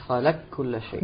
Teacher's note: تسقط ذاتا وصفة. إدغام كامل. وأيضا وهو في القاف أدخل، يعني الكاف أدخل في فيه، فهما متداغمان.